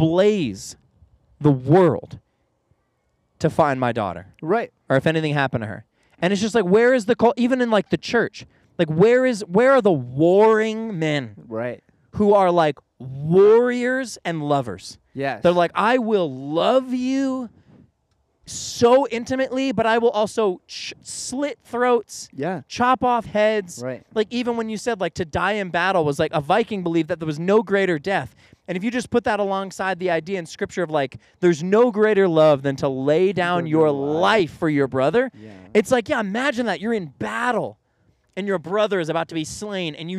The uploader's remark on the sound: Yes, we know the audio is a little punchy… ANYWAY, this week we’re comin at ya live from OUTSIDE the studio considering its exactly 102 degrees.